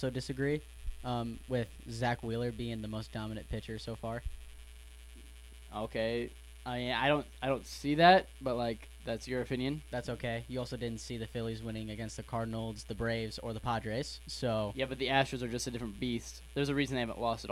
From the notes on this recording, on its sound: Apologies for the first 13 minutes of funky audio